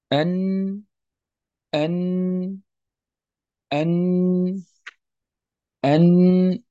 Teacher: أولا الناظم قال: والنون عفوا من طرفه تحت جعلوه، أي أن طرف اللسان مع ما يحاذيه من لثة الأسنان العليا، طرف اللسان مع ما يحاذي هذا الطرف من لثة الأسنان العليا، هذا المكان يخرج منه حرف النون · Term: مخرج النون